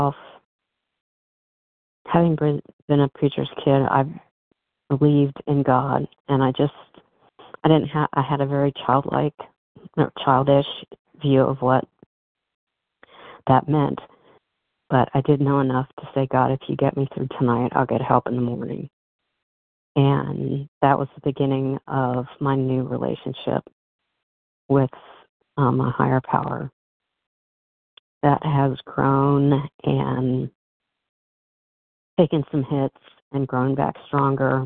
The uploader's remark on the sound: from the 100 Pounders Phone Meeting